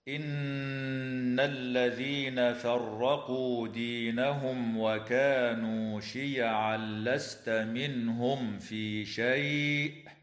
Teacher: نون مشددة يجب أن تغن بمقدار حركتين في كلمة إن، وتظهر الميم الساكنة عند الواو في قوله تعالى